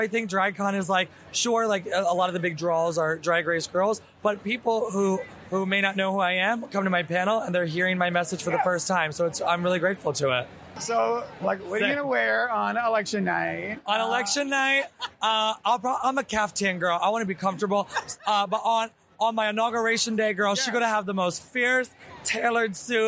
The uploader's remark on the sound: LIVE episode, recorded at RuPaul’s DragCon in NYC